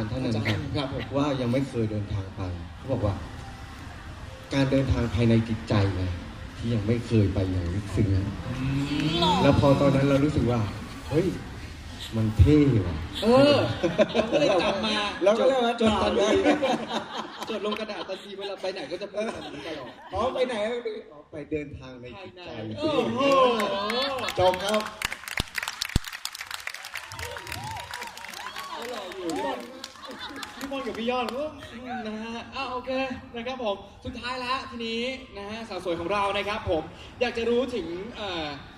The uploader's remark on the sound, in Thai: เสียงจากงานมอบรางวัล Explorer Awards 2018 ของ National Geographic Thailand. วิดิโอถ่ายทอด live จากเพจของ Nat Geo Thailand ครับ.